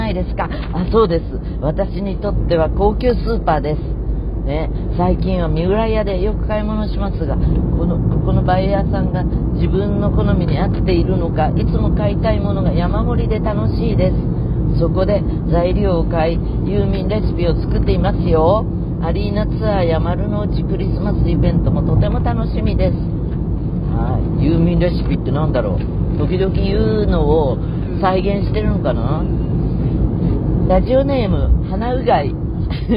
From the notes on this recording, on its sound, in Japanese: 八王子の実家へ向かう車の中からコンニチハ。